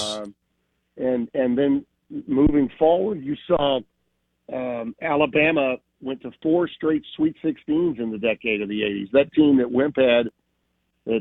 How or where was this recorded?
phone line